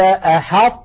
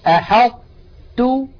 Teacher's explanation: نطقت الآن أنا طاء ساكنة غير مقلقلة وبقي المخرج مطبقا، أحطت وفتحته على تاء.